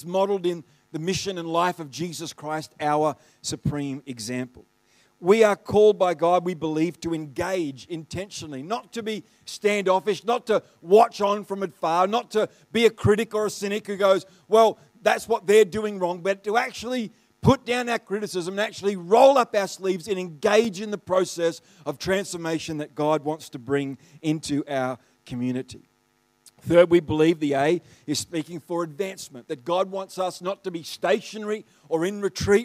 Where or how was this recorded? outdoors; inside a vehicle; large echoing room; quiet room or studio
large echoing room